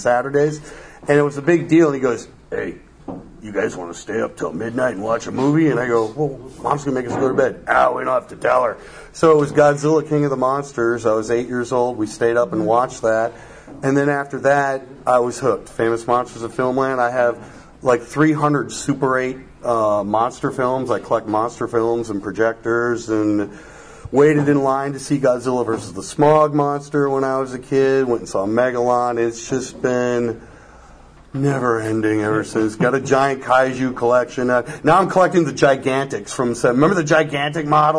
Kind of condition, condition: setting, busy venue